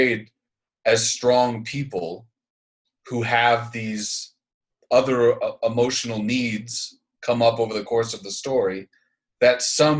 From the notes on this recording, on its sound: This episode we Zoom-ed up